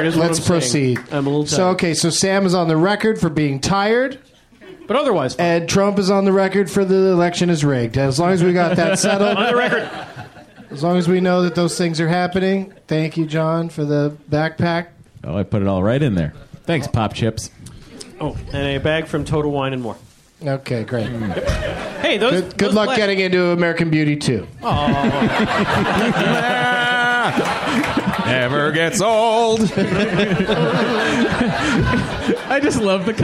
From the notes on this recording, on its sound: Recorded live at the UCB Franklin in Los Angeles, California.